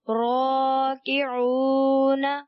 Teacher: عین واو پیش او کو ایک الف تک کھینچ کر پڑھنا ہے